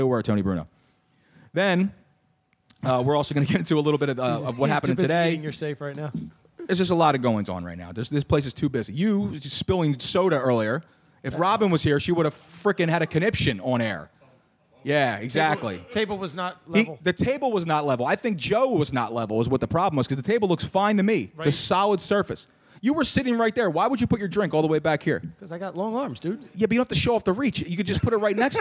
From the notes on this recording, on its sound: It's a pizza party here tonight at Moonshine! In a cross promotion with Snap Custom Pizza, free pizza was provided for everyone here live.